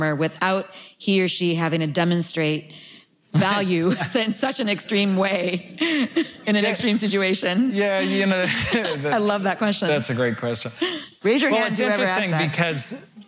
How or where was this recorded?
live audience